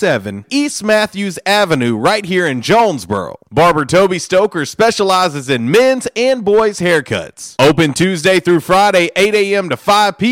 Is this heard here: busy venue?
yes